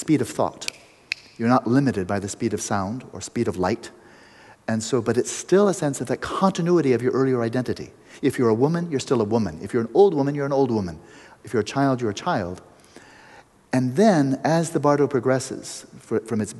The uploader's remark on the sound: We go into an open mic Q&amp;A session. After the meditation, we go into an open mic Q&A session.